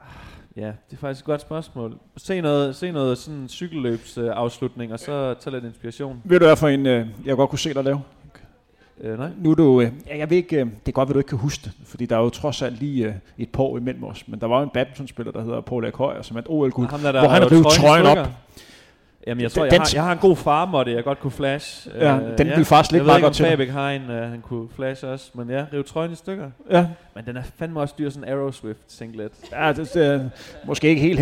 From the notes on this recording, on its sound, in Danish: Live podcast i forbindelse med HCA Marathon. I denne live podcastudsendelse i forbindelse med årets HCA Marathon.